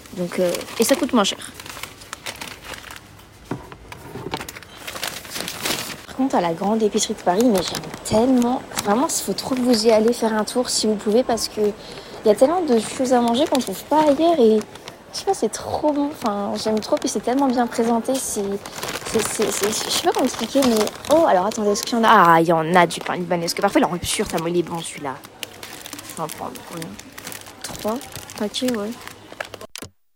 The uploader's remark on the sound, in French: Un épisode enregistré sur le chemin pour aller faire quelques courses à l'épicerie.